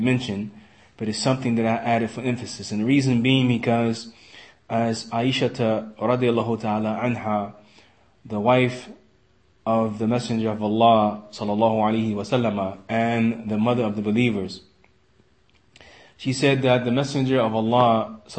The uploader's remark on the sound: Lecture given in Masjid Anas Bin Malik, Kansas City, Missouri